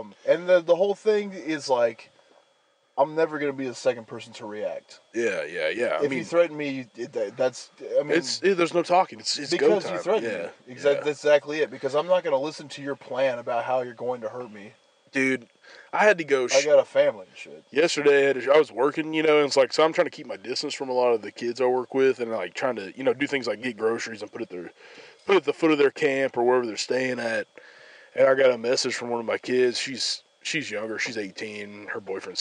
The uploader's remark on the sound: unforeseen circumstances lead to us recording in my truck, so the sound isn't as crisp as usual